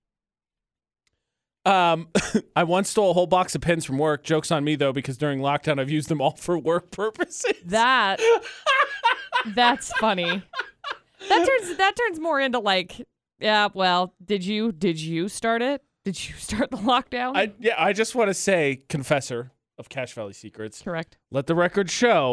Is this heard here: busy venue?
no